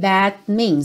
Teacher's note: No que eu tô levando minha língua aqui pro céu da boca, that, o meu lábio já tá fechando para fazer o M do means · Term: T do that